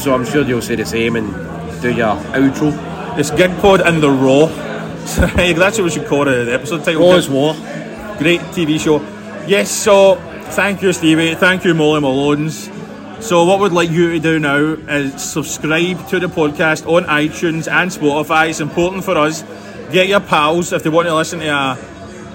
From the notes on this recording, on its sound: Recorded at MOLLY MALONES . Recorded at MOLLY MALONES .